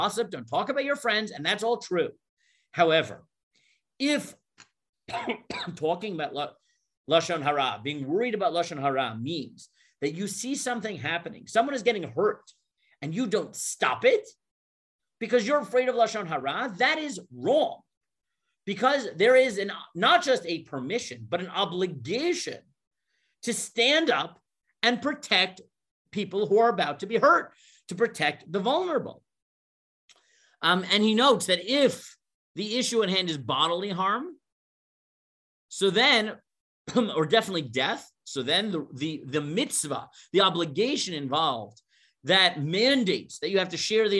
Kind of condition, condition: link, video call